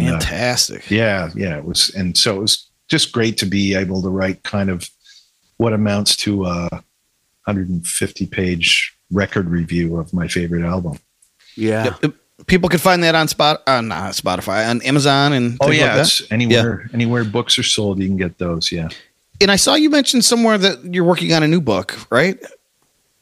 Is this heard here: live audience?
no